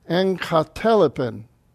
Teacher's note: En katelepen. And again, when a gamma comes before a kappa, the gamma is pronounced with an N